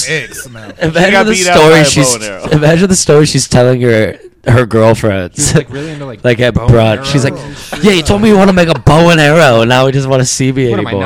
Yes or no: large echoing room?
no